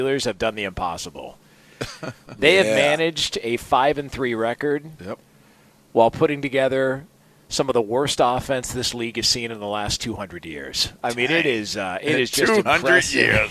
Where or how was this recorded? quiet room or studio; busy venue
busy venue